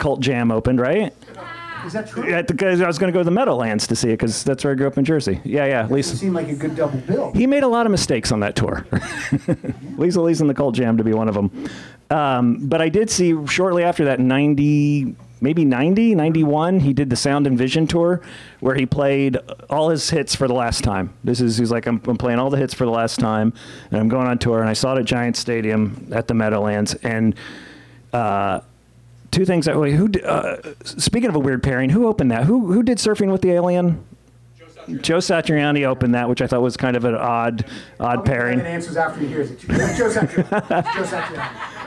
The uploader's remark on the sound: This show was recorded LIVE at the Improv Lab in Hollywood, California. Unfortunately we did have a sound issue... My microphone was barely recorded... I am still lower than everyone else. The recording process was totally out of our control.